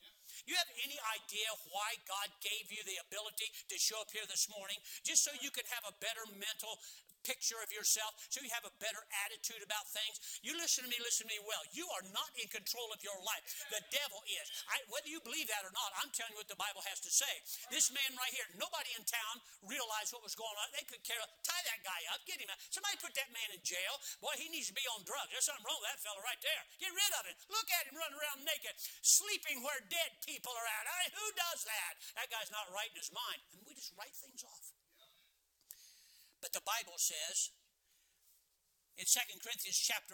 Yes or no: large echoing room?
yes